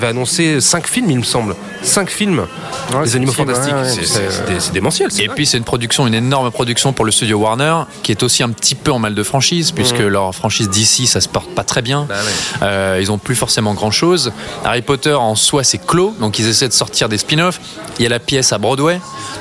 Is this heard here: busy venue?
yes